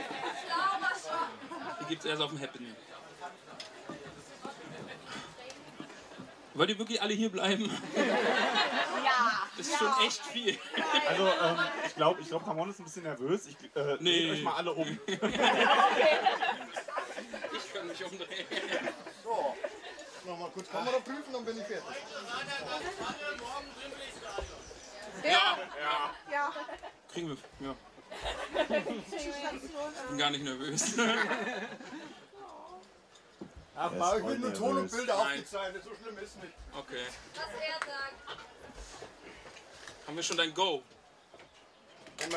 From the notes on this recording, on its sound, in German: Tollkühn LIVE von den Tolkien Tagen 2023. Da dies eine Live Aufnahme war bitten wir etwaige Qualitätsunterschiede zu entschuldigen. Danke nochmal an die zahlreichen Gäste die fast das Radagast Zelt gesprengt hätten.